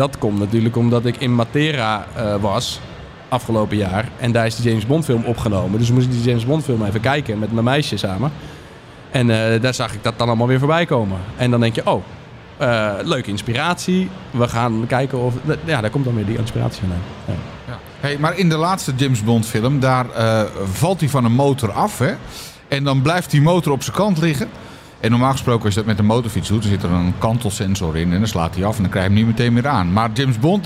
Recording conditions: busy venue